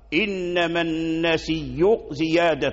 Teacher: فورش أبدل الهمزة ياء وأدغمها في الياء المدية فصارت ياء واحدة مشددة